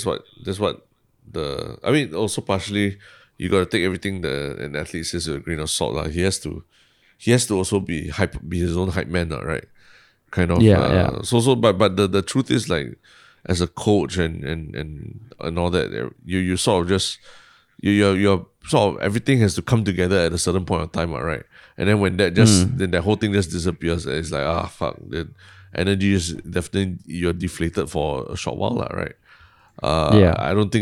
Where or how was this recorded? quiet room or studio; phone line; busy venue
quiet room or studio